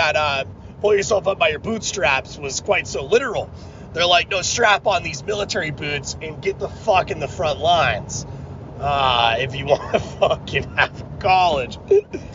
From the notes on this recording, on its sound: me rambling in the car